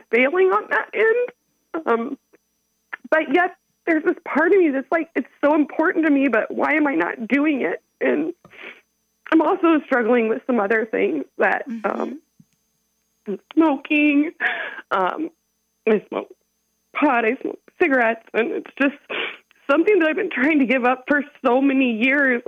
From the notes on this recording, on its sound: On EWTN Radio! Hear callers call in with more help and encouragement.